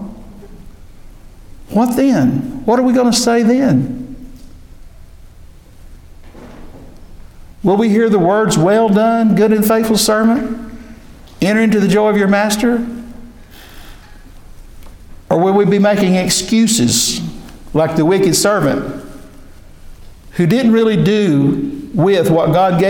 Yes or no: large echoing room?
yes